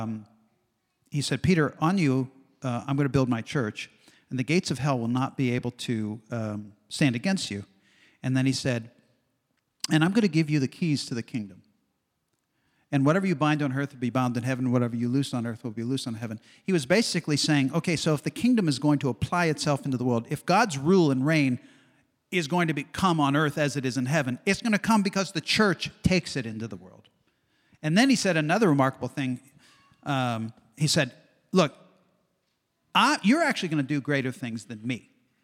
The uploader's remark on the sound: recorded in front of a live audience!